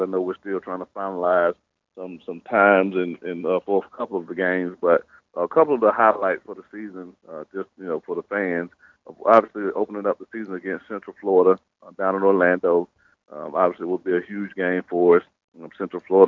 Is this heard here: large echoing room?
no